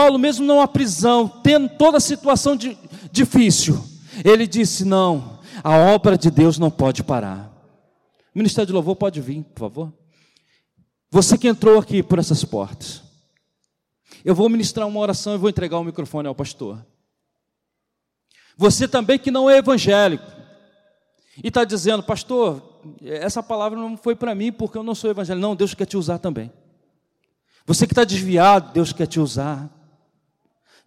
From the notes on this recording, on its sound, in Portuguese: CULTO DE LOUVOR E PALAVRA AO VIVO